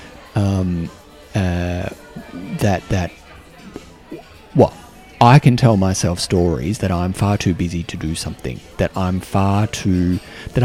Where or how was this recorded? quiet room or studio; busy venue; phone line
busy venue